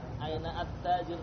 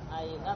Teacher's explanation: Jadi hamzahnya tidak lagi dibunyikan. Karena dia didahului oleh kata aina. · Shown in: second take